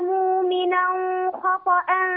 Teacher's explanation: النون ساكنة تنوين هنا جاء بعده حرف الخاء، هذا الحكم إظهار